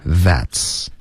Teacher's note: That's,别发成 that's. OK,它不是舌尖碰上颚，而是碰上齿